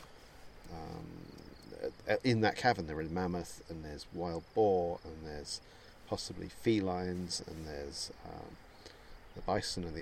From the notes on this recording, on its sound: Recorded on location in Asturias, Cantabria and Castilla y Leon in northern Spain.